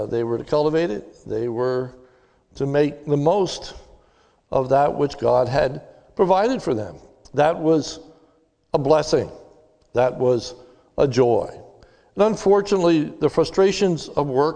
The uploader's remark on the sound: This is a sermon recorded live at the Lebanon Bible Fellowship Church in Lebanon, PA on 3/21/21 during the evening service.